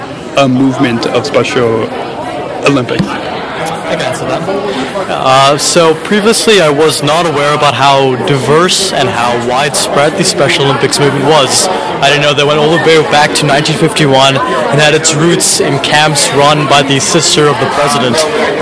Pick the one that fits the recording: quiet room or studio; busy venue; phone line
busy venue